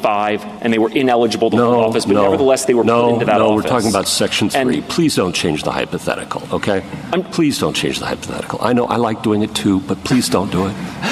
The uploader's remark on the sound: Speaking at the House Democratic Caucus Issues Conference in Leesburg, Virginia